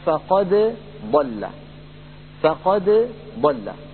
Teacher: الدال مخرجها قريب من مخرج الضاد، لأن الدال من طرف اللسان والضاد من حافة اللسان اليمنى أو اليسرى أو منهما معا · Term: حرف الضاد